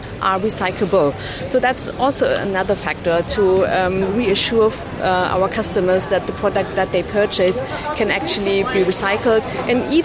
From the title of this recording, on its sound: "live" from Silmo Paris 2023